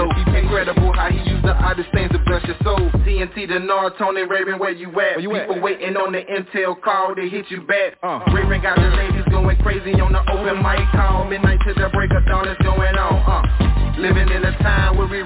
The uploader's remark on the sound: TNTSuperfantastic Conference Call